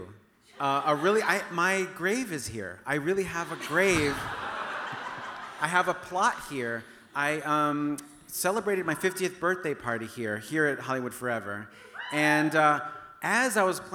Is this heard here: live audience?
yes